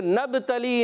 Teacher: نون کو با سے ملائیں گے، با میں قلقلہ ہوگا